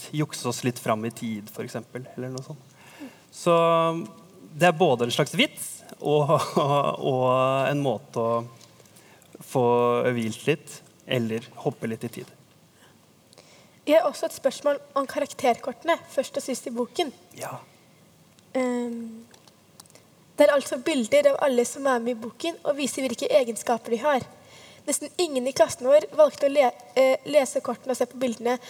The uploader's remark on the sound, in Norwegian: Opptaket er gjort på Sentralen i Oslo i forbindelse med Lesekioskfestivalen.